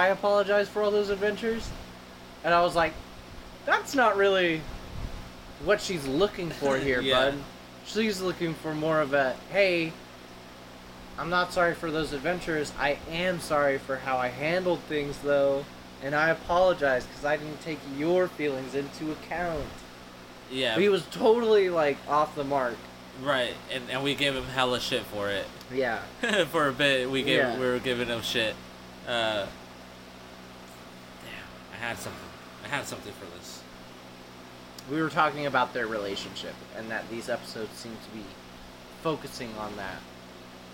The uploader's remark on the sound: The only things louder than the coughs...are the wind noises and the train.